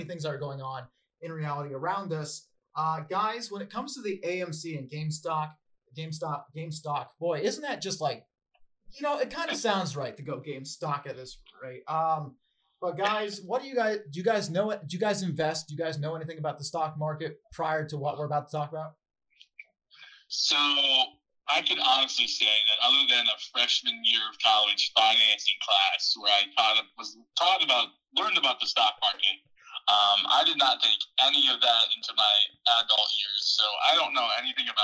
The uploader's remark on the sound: UNEDITED PODCAST. Apologies for the audio quality during the recording.